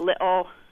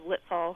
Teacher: sometimes Scottish people kind of do a glottal T, which, like, you see in Cockney, where you don't really pronounce it · Shown in: first take · like, little instead of little.